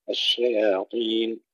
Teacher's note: وهنا الأخطاء الشائعة يعني تمر كثيرا، كلمة الشياطين مثلا بعضهم يفخمون الياء الشياطين أو الشين الشياطين، أو يرققون الطاء الشياطين، كله خطأ. الشياطين ترقيق الشين والياء وتفخيم الطاء الشياطين. هاروت وماروت أيضا بعض الإخوة يفخمون الهاء، هاروت وماروت يفخمون الميم أيضا وهما خطأ، دائما الهاء والميم مرققان.